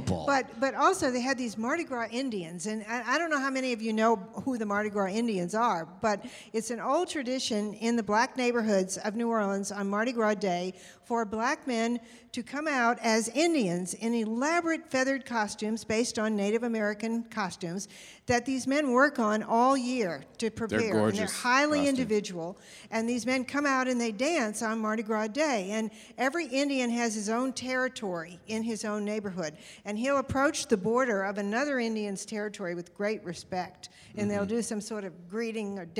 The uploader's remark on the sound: In the first ever “live on location” episode of The Dinner Party Show. LIVE from the floor of Bent Con, the only convention dedicated to celebrating LGBT contributions to pop culture and geekdom.